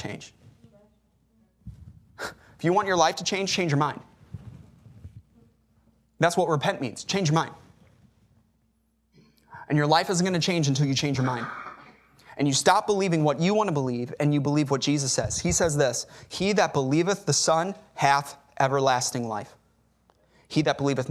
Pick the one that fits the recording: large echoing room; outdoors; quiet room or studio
large echoing room